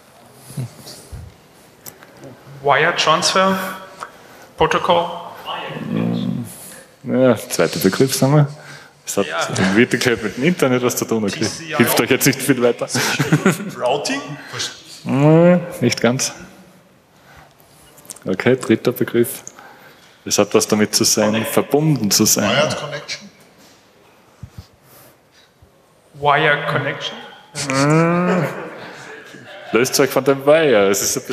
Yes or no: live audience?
yes